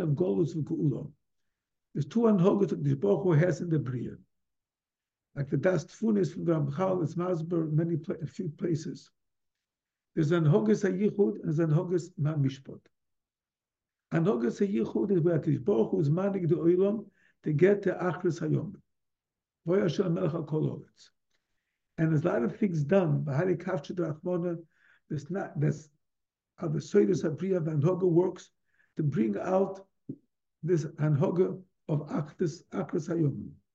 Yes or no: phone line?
no